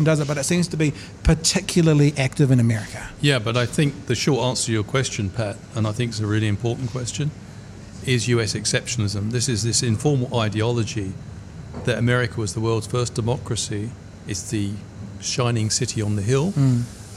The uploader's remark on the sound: Broadcast live from Ombrellitos